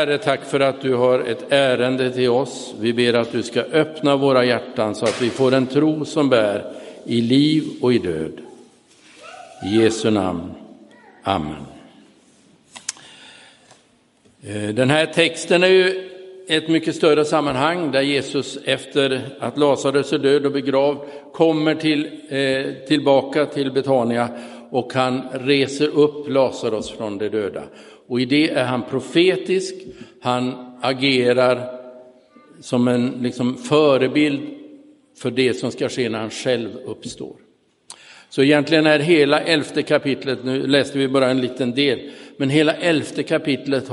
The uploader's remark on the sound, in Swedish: Inspelad i Roseniuskyrkan den 30 oktober 2022.